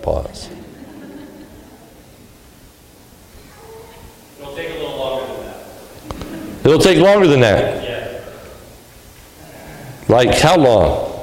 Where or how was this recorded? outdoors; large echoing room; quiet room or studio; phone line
large echoing room